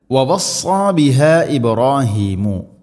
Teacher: അടുത്ത ആയത്തിൽ വവസ്സ ബിഹ ഇബ്രാഹീമു, വവസ്സ സ്വാദാണ്, വവസ്സ വവസ്സ ബിഹ എന്നല്ല പറയേണ്ടത്, വവസ്സ സ്വാദ് ഉച്ചരിക്കുന്ന സമയത്തും നാവിൻ്റെ മധ്യഭാഗം അണ്ണാക്കിലേക്ക് ഉയർന്നു നിൽക്കണം. വവസ്സ സ്വാദ് ഇസ്തിഇലാഇൻ്റെ അഥവാ സ്വരഭാരത്തിൽ ഉച്ചരിക്കേണ്ട അക്ഷരമാണ് വവസ്സ.